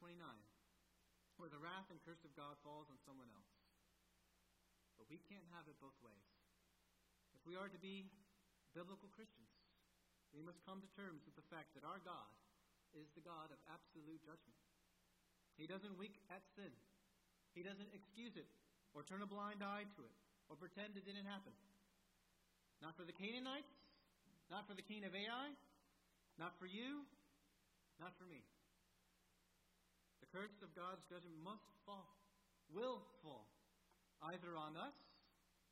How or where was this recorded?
large echoing room